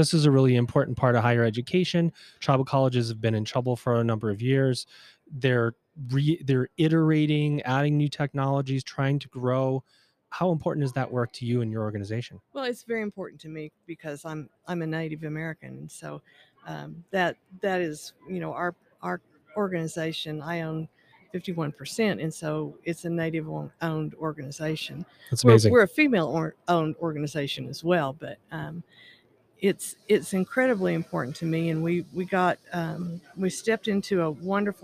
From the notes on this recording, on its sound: Live from Ellucian Live 2022. Recorded LIVE & in-person at the Ellucian LIVE Conference 2022.